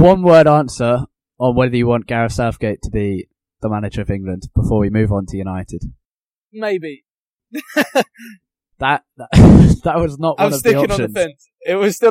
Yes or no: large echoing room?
no